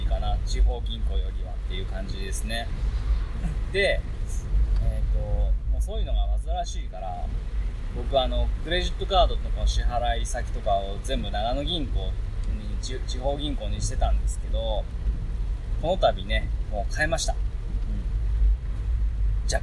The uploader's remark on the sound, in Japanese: 車内雑音ラジオ